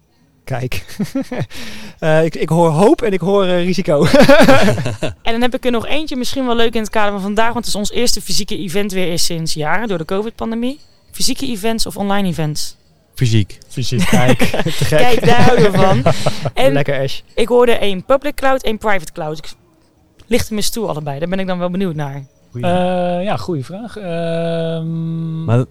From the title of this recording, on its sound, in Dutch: Live vanaf ESET Inspire!